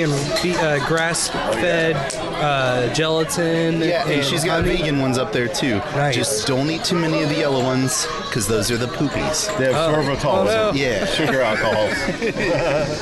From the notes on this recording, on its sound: Tennessee Meetup. The full live stream of the Nashville meetup.